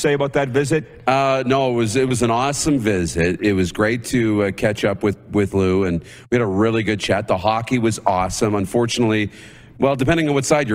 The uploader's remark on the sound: Live from Grey Eagle Resort and Casino in Calgary, Alberta